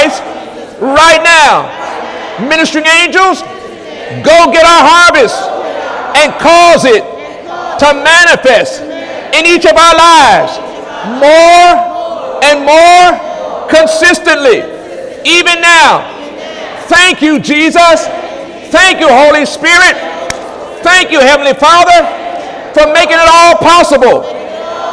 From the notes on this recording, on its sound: During Sunday morning service on October 1, 2017